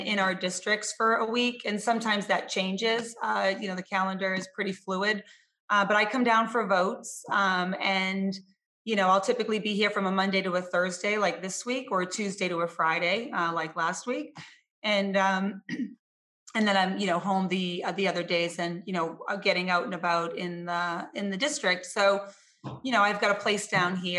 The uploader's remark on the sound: over Zoom for a 25-minute discussion